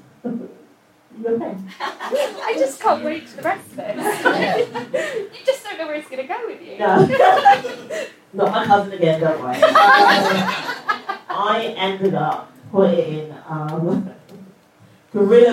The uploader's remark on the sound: Live at Camden Fringe. Recorded live at 2 Northdown, this is the second of our Camden Fringe Live episodes!